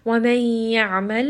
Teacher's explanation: عين is going to be from the middle of the throat. It is going to have توسط.